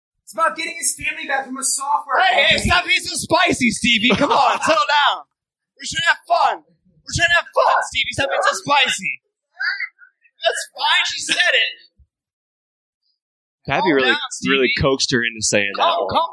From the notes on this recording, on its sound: Note the audio quality in this one is a little sketchy